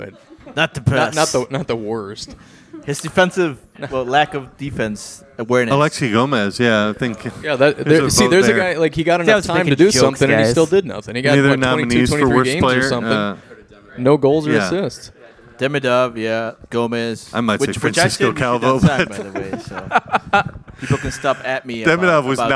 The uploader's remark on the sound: performed live at the Black Hart of St.